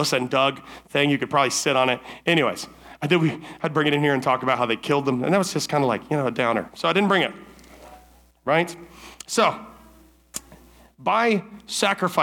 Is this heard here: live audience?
yes